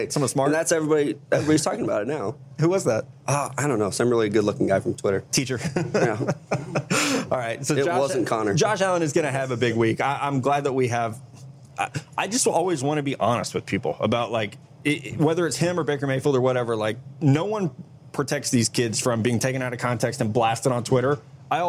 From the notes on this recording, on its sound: We're LIVE (kinda) from Draft Picks Taproom in Mobile, AL!